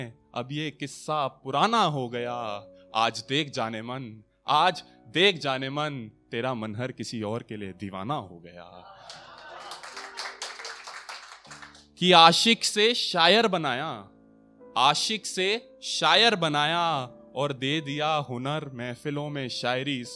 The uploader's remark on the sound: brings you the best audio performances from our weekly poetry events